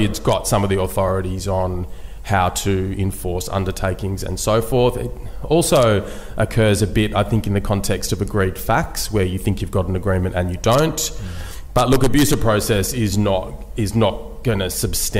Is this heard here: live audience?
yes